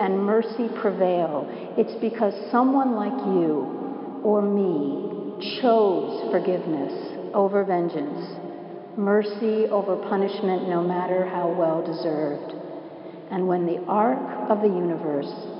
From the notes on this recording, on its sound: Preached at Washington National Cathedral